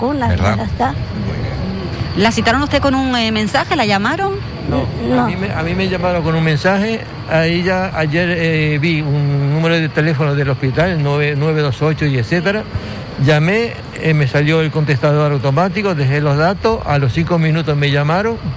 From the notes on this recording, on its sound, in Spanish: Vivimos en directo una jornada de vacunación contra la Covid 19. En directo hasta el punto de vacunación COVID instalado en la nave del Mercado de la Biosfera. Pudo charlar con varios vecinos.